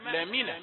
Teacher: الضغط على المقطع في بداية الكلمة لام من